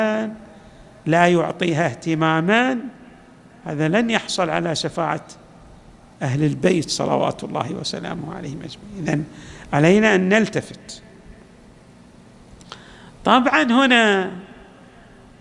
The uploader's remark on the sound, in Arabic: تسجيلات جامع الإمام علي عليه السلام الاحساء - المبرز